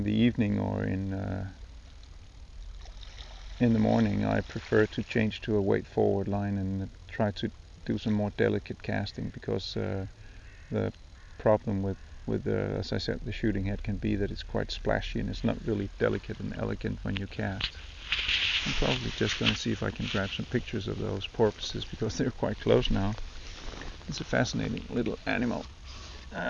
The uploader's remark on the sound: A podcast recorded on a quiet October morning on the Danish coast